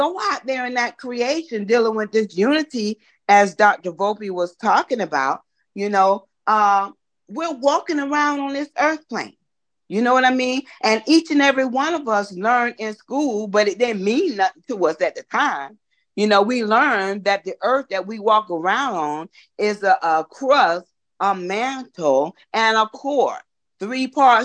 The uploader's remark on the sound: Oceanside Zoom Class